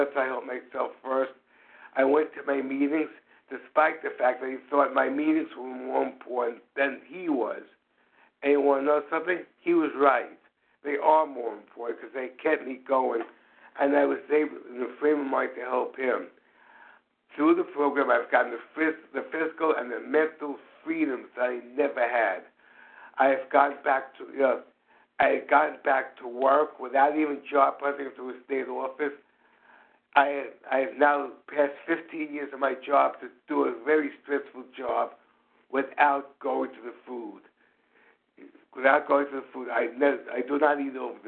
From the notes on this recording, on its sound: from the 100 Pounders Phone Meeting, 2/26/23